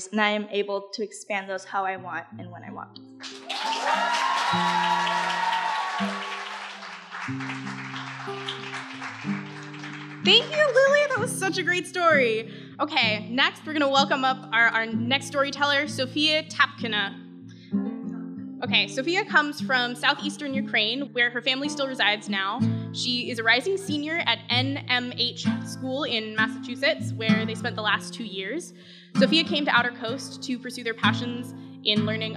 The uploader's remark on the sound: This performance was done in collaboration with Outer Coast and performed live August 2nd, 2023 on the Smokestack Stage of the Sitka Fine Arts Campus.